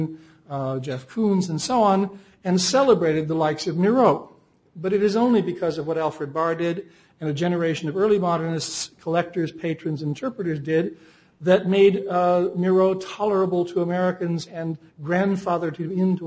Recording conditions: large echoing room